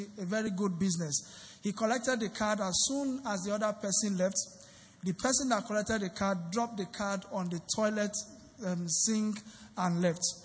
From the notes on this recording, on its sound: Recorded LIVE at our Interactive Service on 4 Dec 2019. Venue is Grace Assembly, Yard 158 Kudirat Abiola Way, Oregun Ikeja.